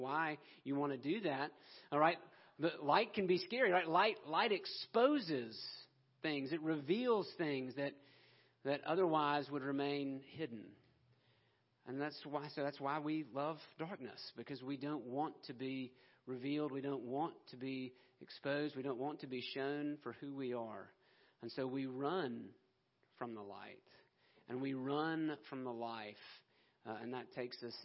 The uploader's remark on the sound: Christmas Eve Service 2020 - Audio